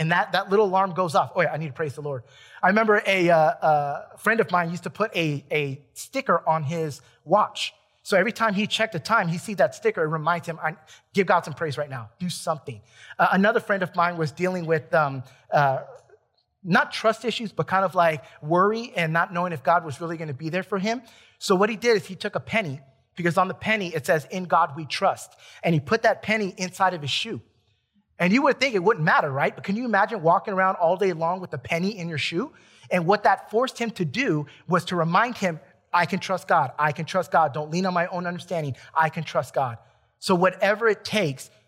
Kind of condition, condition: setting, large echoing room